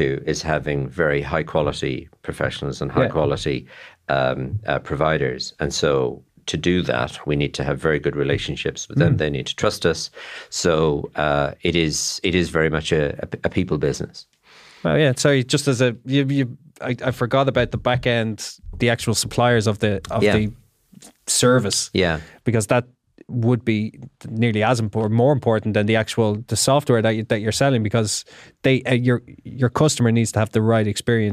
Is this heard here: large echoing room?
no